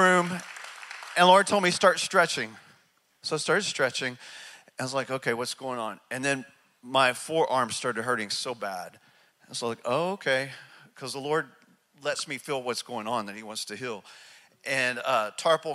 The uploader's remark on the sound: speaks from North Palm Church in Charleston, South Carolina